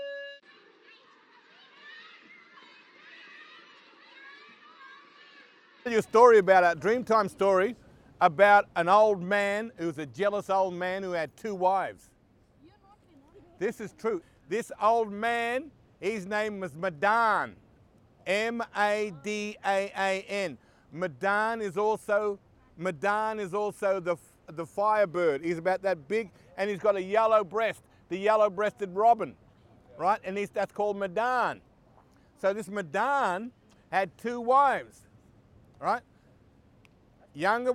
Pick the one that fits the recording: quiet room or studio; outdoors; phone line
outdoors